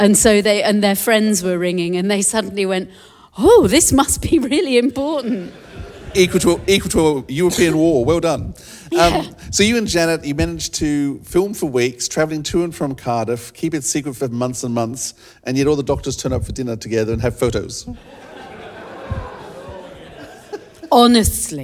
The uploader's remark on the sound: Live in Sydney - 13th May 2023